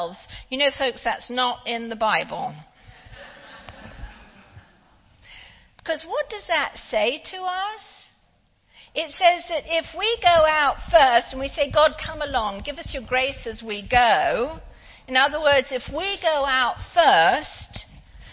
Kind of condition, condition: setting, large echoing room